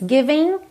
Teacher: sem pronunciar o G final